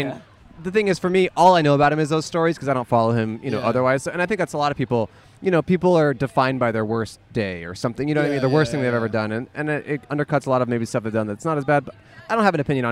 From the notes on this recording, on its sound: A special episode recorded outside of a popular trick-or-treating house on Halloween night! Guests include an older social media guru, some teens out on a wild hunt for candy, and tons of adorable kids.